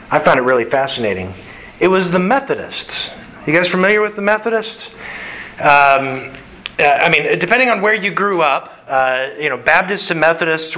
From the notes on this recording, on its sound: Sermon delivered to the Galena Bible Church